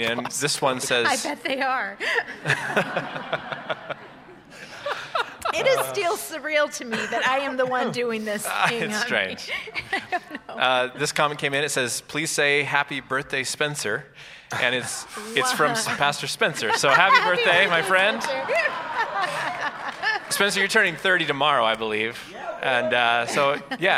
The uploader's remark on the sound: Recorded Live. Live at Westside Church.